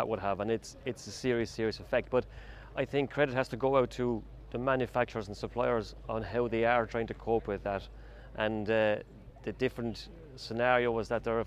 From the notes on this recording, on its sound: The team is ‘on location’ at the FTMTA Farm Machinery Show 2022 at Punchestown Racecourse in Co. Kildare.